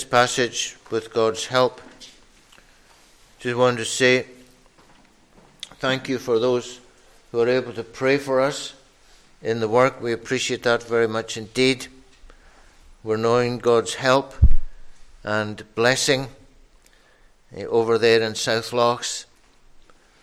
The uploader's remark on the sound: recorded at North Harris Free Church on the morning of Sunday 12th June 2022